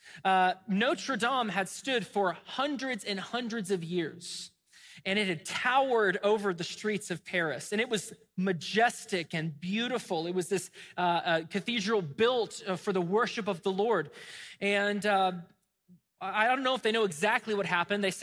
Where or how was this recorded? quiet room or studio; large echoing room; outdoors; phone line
large echoing room